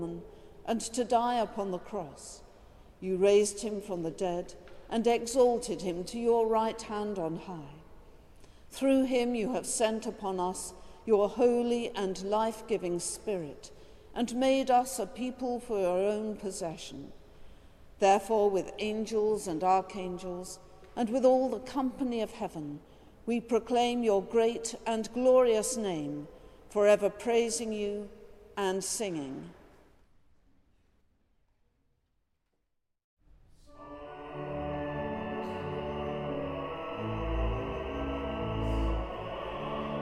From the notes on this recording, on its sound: Has been collated from archive live music recordings together with prayers, sermon and readings for the appointed day specially recorded in church and in people's homes. This service is sung by our professional St Bride's Choir.